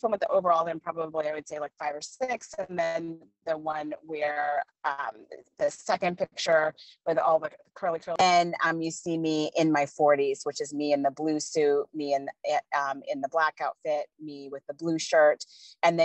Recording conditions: video call